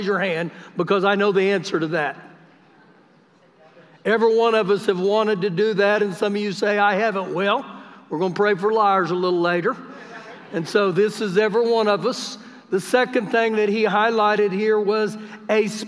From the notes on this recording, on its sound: Recorded live during our Sunday morning service